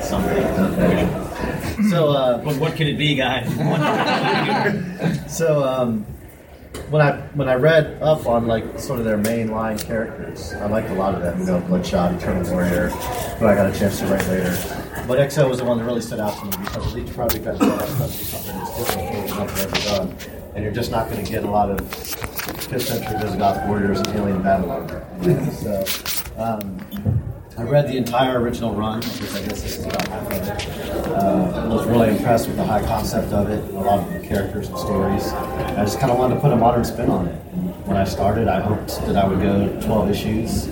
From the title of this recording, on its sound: Panel at SC Comic Con 2017